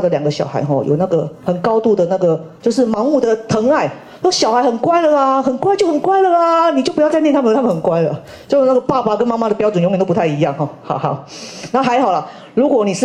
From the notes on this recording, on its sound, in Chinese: 人文讀書會現場錄音